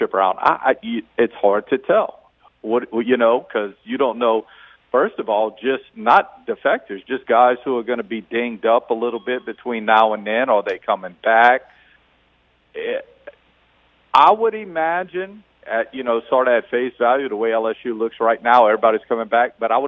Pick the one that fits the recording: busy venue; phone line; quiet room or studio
phone line